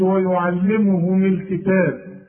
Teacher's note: الميم مضمومة تضمها لعند الوصل وتكنها عند الوقف ويعلمهم واخد بالك ويعلمهم الكتاب والحكمة شوف الحكمة دي كلها طالعة